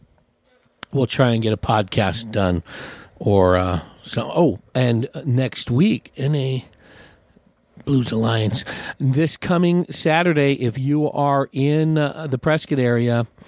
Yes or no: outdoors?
yes